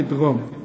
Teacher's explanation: الاولى ادغام، الحرف كأنه مشدد، كأن الواو مشددة صيحة و، إنما دي إخفاء واحدة ف واحدة ف، شوف الف مش مشددة خلاف الواو.